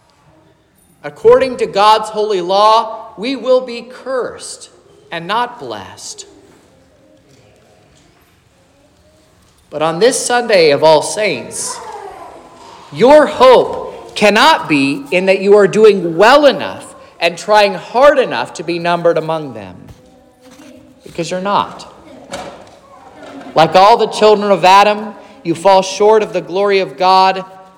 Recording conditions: large echoing room